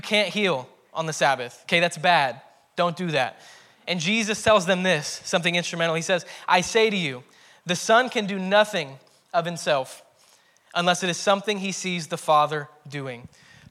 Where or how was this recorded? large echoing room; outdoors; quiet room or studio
large echoing room